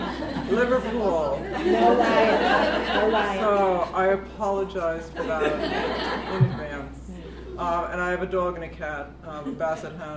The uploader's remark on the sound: We headed up to Liverpool to co-host a live panel discussion with The Women's Organisation.